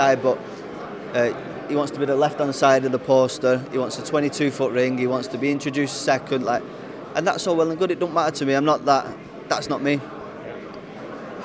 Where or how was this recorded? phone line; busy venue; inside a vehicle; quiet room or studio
busy venue